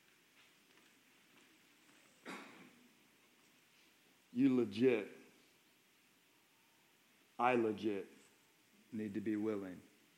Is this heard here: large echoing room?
yes